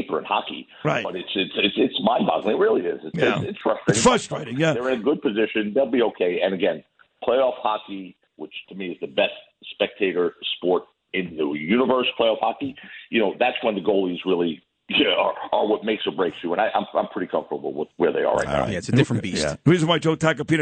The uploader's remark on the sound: calls in from Italy